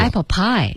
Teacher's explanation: Apple pie 其实它的重音是 pie，然后 apple 就不用加重音了